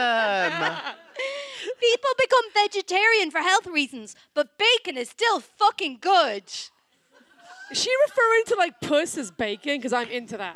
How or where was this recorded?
live audience